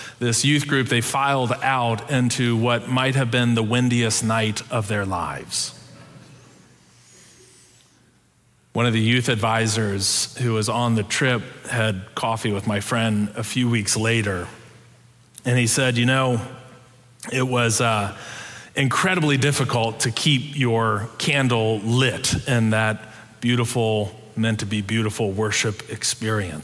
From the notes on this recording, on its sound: Preached on December 5, 2022, in our Sanctuary and MorningSong worship services.